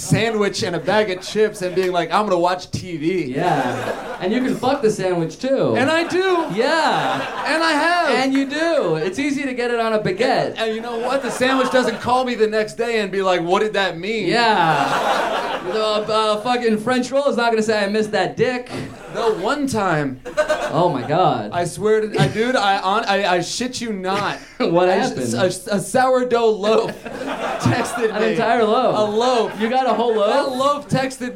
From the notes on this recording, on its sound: Live At UCB Theatre in LA! Recorded live at UCB Theatre in Los Angeles!